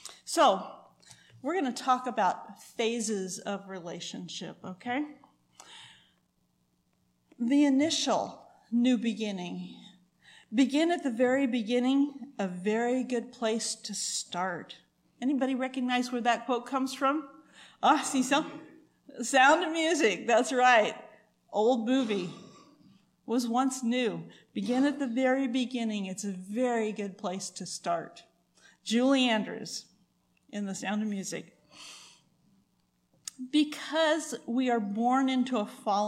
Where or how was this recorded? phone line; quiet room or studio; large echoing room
large echoing room